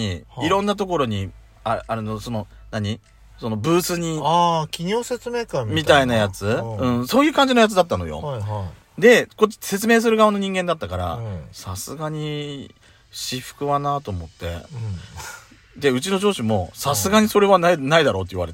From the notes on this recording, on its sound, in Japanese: 2人組。パーキング収録。